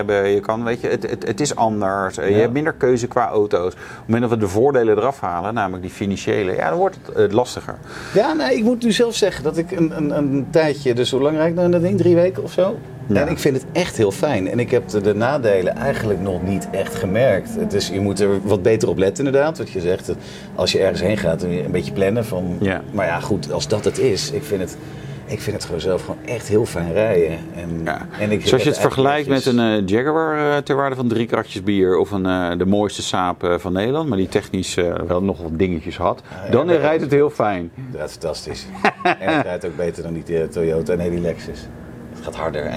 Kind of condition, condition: setting, busy venue